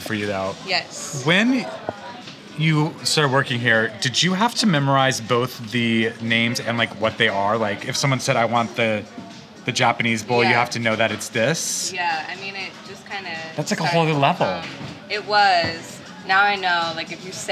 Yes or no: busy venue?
yes